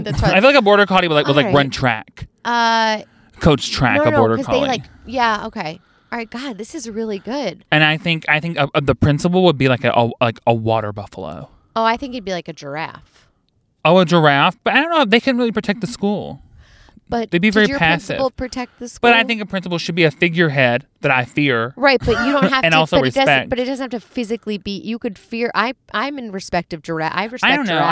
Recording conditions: inside a vehicle